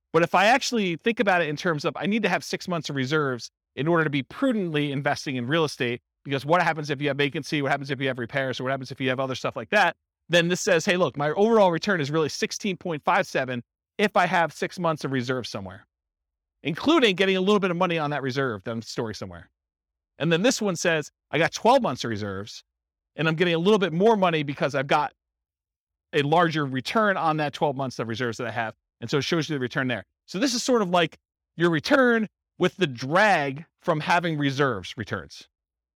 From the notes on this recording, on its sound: This was a live class recorded for buy and hold real estate investors. The live in-person version.